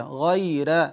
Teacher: قرأ ورش بترقيق الراء المفتوحة بعد الياء الساكنة وجها واحدا